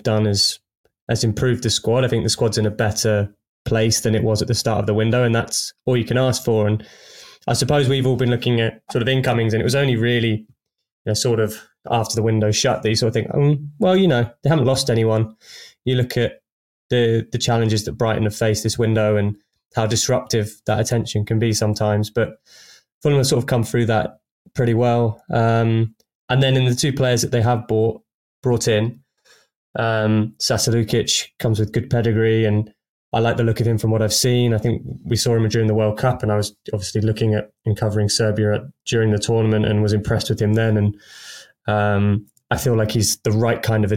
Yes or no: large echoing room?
no